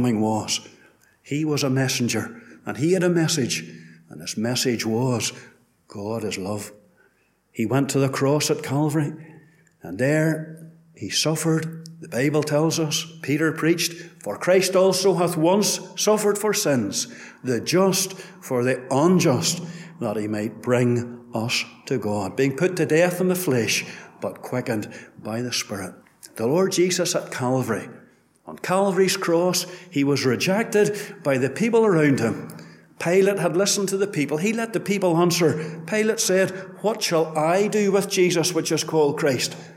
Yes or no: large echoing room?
yes